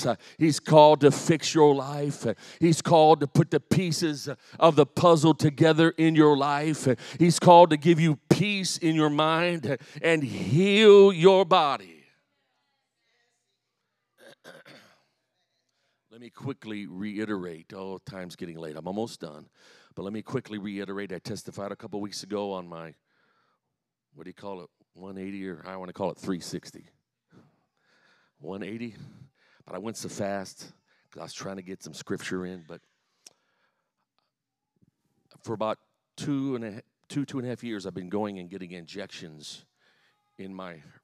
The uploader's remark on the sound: The following is a message I preached at the home church in Harvey, Illinois.